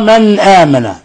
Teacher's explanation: نون ساكنة جاء بعدها الهمزة، الحكم التجويدي إظهار حلقي